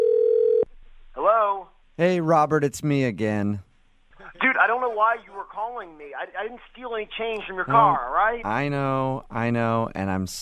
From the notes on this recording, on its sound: Phone Tap: You Stole My Change by MOViN925.